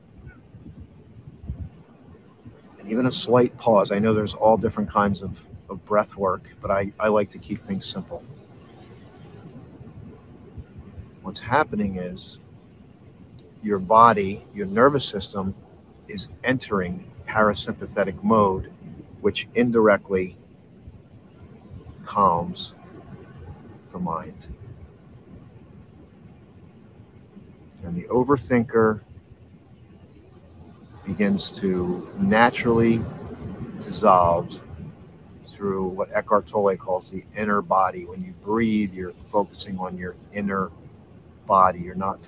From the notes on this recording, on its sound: Originally streamed live on location at Barnegat Lighthouse State Park, 208 Broadway, Barnegat Light, NJ. The audio from this podcast was taken directly from this live stream.